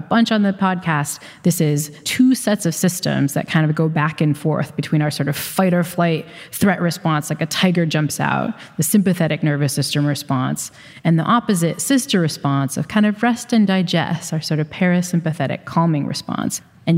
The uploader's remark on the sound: (LIVE from DC). In front of a live audience in Washington DC.